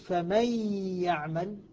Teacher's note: فإذا أدغمت النون في الياء قلت فمن يعمل، نطقت بالحرفين حرفا واحدا فأصبحت هنا ارتفاعة واحدة بدل ارتفاعتين